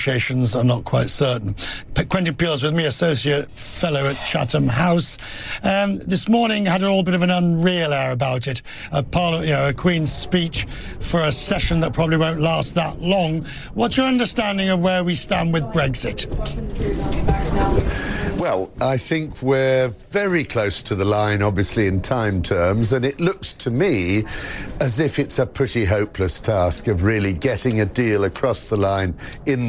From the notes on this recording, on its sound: Live from the New York Stock Exchange.